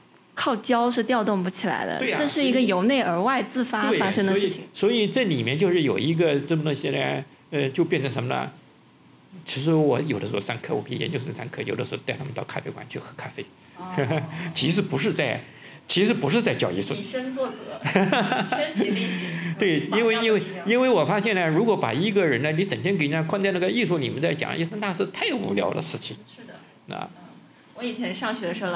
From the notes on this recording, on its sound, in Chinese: 在展览现场的对谈